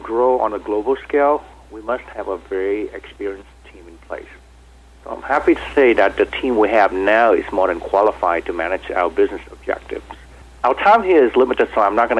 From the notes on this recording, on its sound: called in to SmallCapVoice.